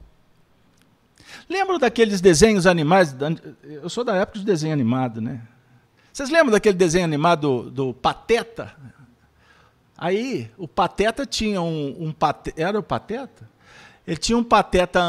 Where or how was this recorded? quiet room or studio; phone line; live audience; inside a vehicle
live audience